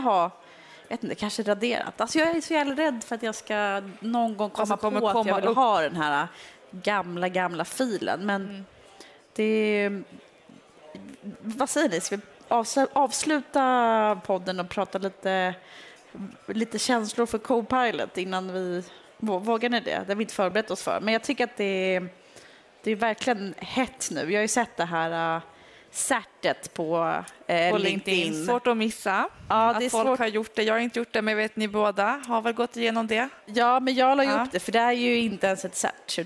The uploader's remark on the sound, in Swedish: Live från Teamsdagen